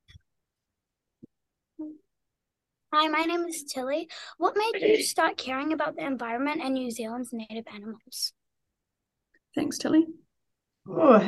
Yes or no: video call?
yes